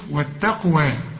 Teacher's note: هنقلقلها لان برضو القاف عليها السكون. والتقوى والياء بتتحول الى الف.